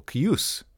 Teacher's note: emphasis on the second syllable